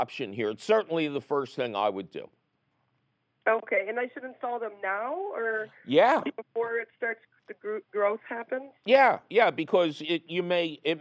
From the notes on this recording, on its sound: Otherwise, it's a phone call extravaganza!